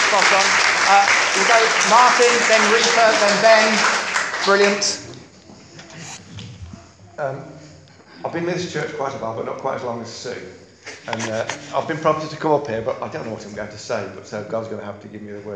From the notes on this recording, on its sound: Recorded at Beacon Church 8th Jan 2017